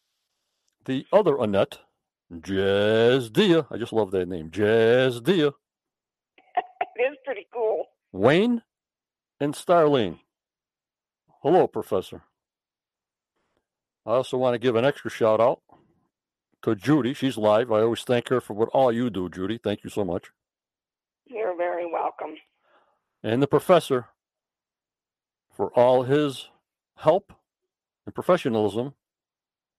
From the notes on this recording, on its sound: On the phone.